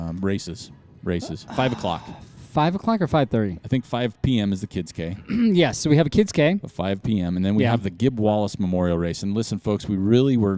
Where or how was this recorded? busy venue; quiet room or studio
busy venue